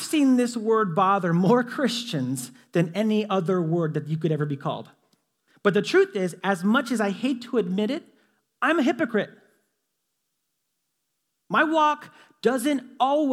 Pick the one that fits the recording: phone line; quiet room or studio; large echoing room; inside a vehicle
large echoing room